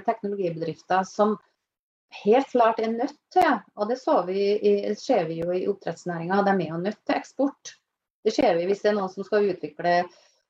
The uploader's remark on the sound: Live Zoom. I denne live-sendingen.